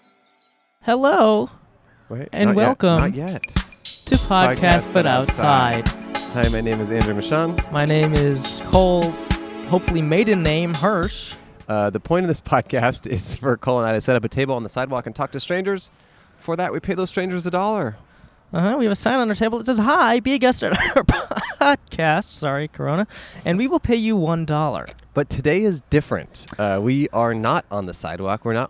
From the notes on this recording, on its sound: Recorded at The Thursday Club in La Cañada Flintridge.